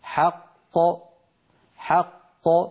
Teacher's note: نرى على اللوحة التنبيه الثاني عند الوقف على حرف قلقلة مشدد نحو حق وتب الحج أشد، فإن القلقلة تكون للثاني منهما، لأن الأول مدغم يخرج بالتصادم بين طرفي عضو النطق